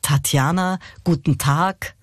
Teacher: Also das H nach dem T hörbar machen. · Term: aspirierte Konsonanten